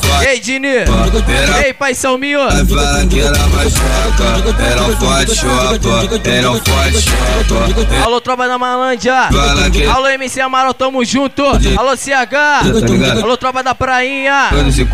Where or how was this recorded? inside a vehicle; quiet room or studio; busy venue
busy venue